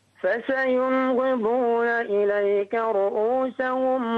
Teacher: أظهر النون في فسينغضون، النون الساكنة هنا أظهرها